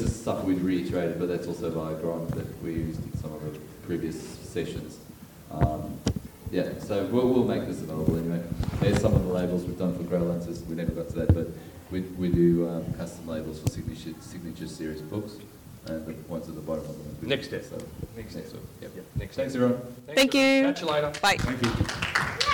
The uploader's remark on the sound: Recorded in front of a live audience at Supanova Melbourne, we are joined on stage by Fats Comics owner, and industry expert.